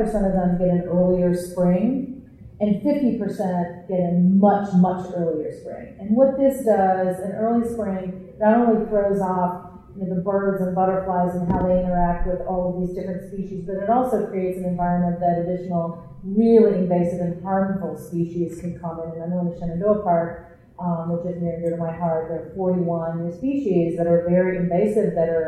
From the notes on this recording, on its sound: Live From SXSW Eco. We're really sorry for the audio quality. There were some technical difficulties, and we did our best to clean up what we had.